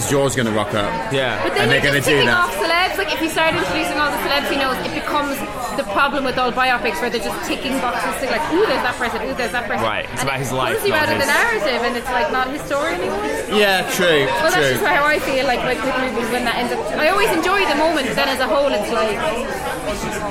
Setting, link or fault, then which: setting, busy venue